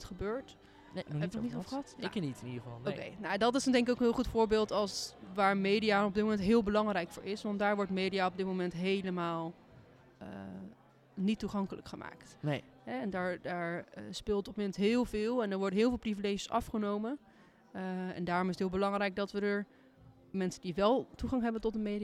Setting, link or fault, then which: setting, busy venue